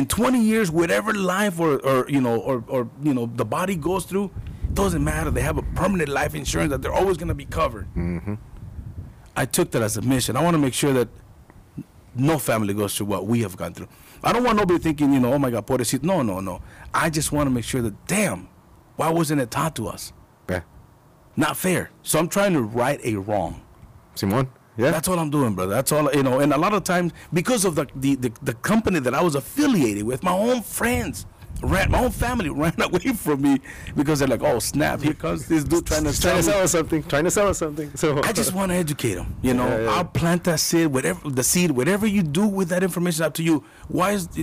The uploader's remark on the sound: Sorry about the wind we recorded outside at Kennedy Park Tucson AZ.